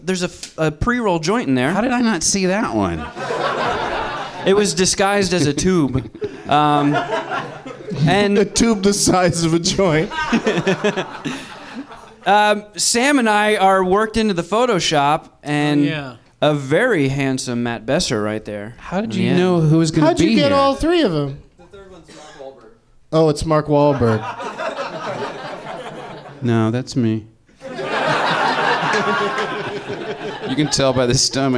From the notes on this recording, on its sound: Live from the NerdMelt Showroom in Los Angeles